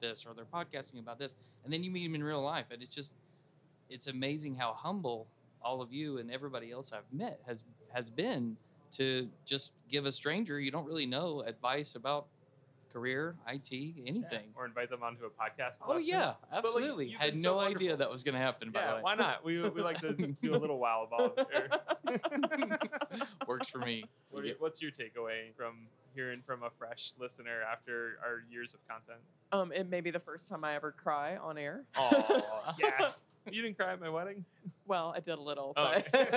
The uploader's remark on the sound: This episode was taped live at VMworld